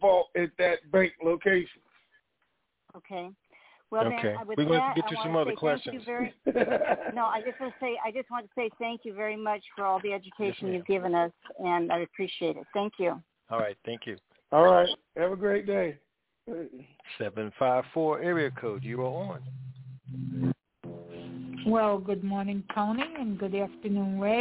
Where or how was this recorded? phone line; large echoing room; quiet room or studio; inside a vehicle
phone line